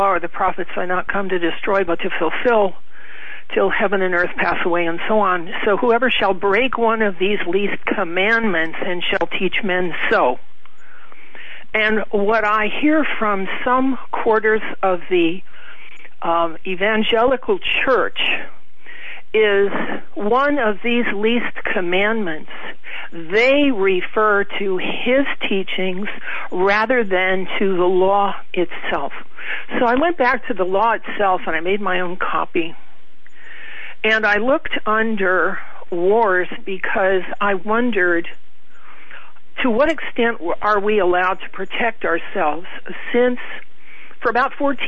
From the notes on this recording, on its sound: News followed by Open Phone Lines on The Hagmann Report. Open phone lines in the last 2 hours.